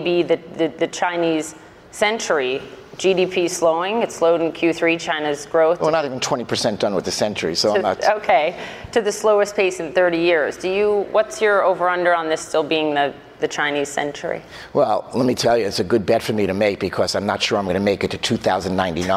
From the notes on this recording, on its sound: In a live interview at CITIZEN by CNN conference